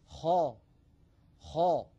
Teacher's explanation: أنطق وحاولوا أن تنطقوا معي. خا خا، لاحظوا بأن صوت الخاء يصعد هكذا إلى سقف الحلق. خا، ولا نقول خا خا، إذا قلنا خا فقد تسفل الصوت بالخاء وليس هذا نطقا فصيحا.